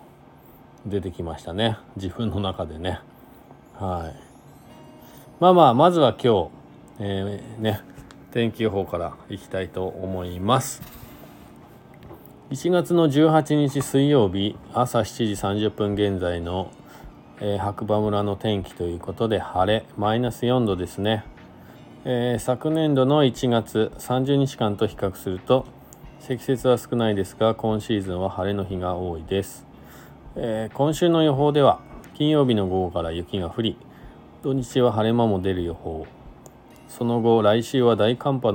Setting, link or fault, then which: setting, inside a vehicle